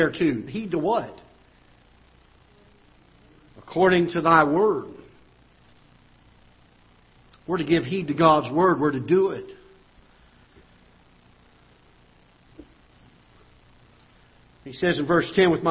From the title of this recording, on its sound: Ketha Heights Baptist Church ~ Live Broadcast